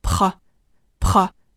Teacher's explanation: 要注意开头的辅音群，pre，pre，连接大口的 o，pro，pro · IPA: [prɔblɛm]